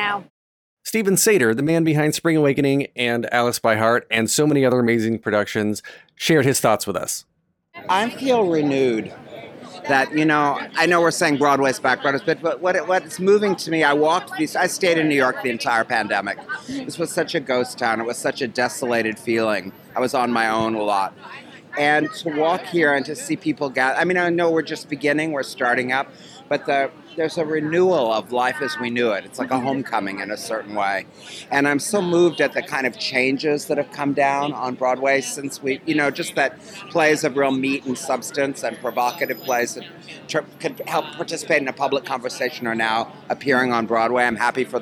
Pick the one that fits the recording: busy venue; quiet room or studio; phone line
busy venue